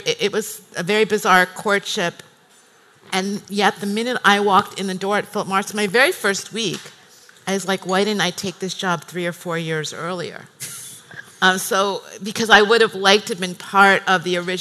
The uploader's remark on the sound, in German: live vom Emotion Women´s Day 2019